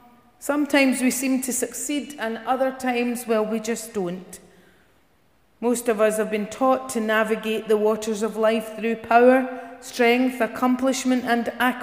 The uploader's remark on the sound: Service recorded in Giffnock South Parish Church